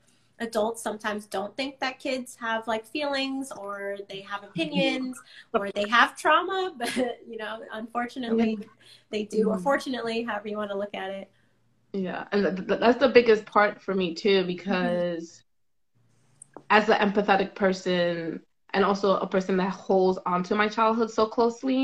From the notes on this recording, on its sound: a Live Instagram conversation